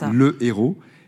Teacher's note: Donc on ne fait pas la liaison, on dit le héros. · Term: H aspiré